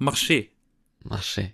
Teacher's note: Man schreibt es mit am Ende mit ER. Aber das R, das spricht man nicht, man macht marcher.